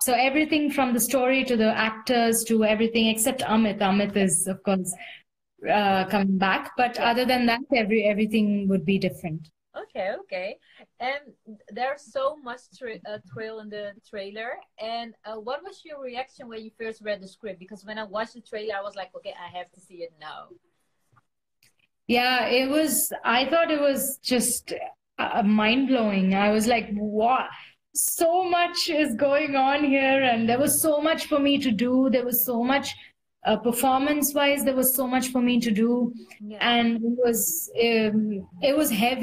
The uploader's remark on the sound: Instagram Live